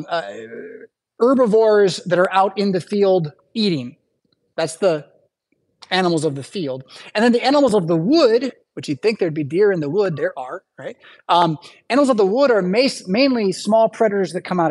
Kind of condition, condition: setting, large echoing room